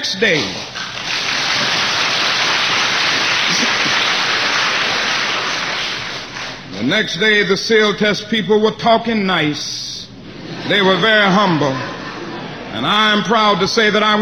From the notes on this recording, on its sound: delivered at the 11th Annual SCLC Convention, in Atlanta, Georgia, August 16, 1967.